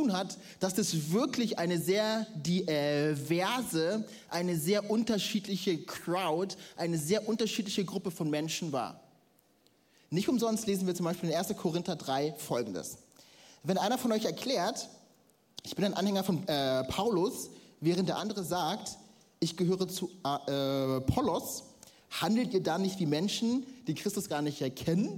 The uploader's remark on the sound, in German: Audiomitschnitt der Predigt vom 16.